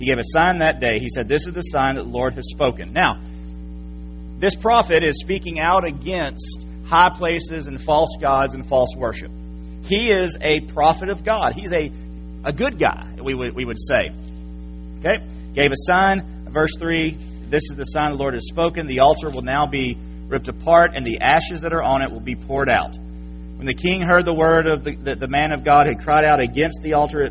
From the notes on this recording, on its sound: January 8, 2017 PM Service. FBC Sulphur, LA.